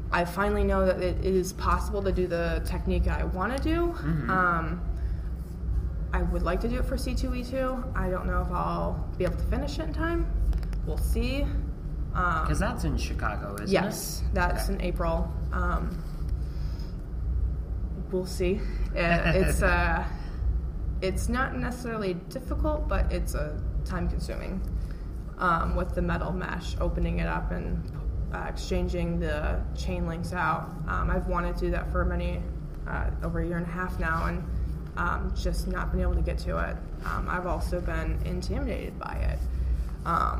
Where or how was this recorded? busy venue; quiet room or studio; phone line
busy venue